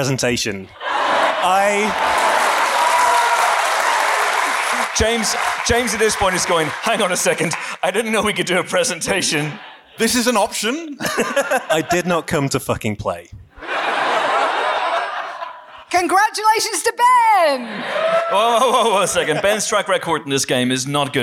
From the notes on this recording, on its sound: We're continuing our quest to bring you recorded versions of all the shows we mounted on that day. The live edition of beloved/besmirched podcast semi-regular segment, The Three Fact Structure.